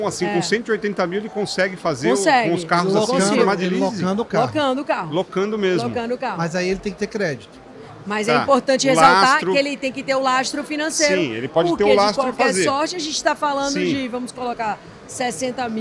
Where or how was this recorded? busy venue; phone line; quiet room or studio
busy venue